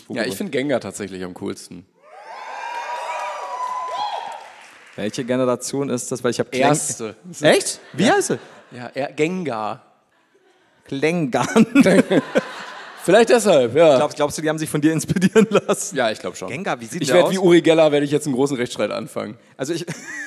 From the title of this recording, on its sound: LIVE in Essen